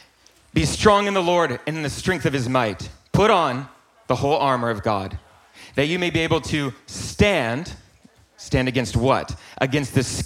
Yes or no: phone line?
no